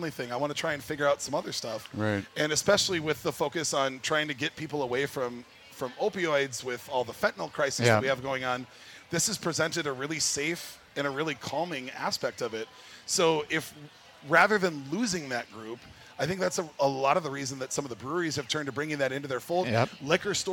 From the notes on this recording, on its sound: live at the MN State Fair